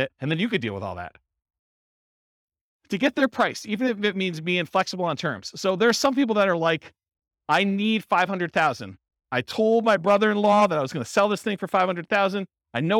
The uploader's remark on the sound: This was a live class recorded